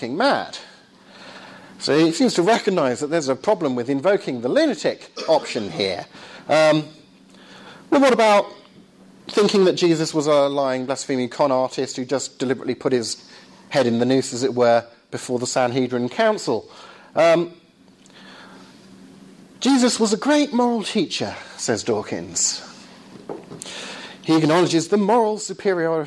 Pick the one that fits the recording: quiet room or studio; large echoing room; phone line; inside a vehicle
large echoing room